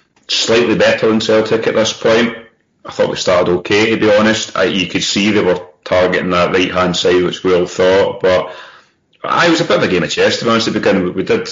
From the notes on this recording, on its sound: Sorry about the recording quality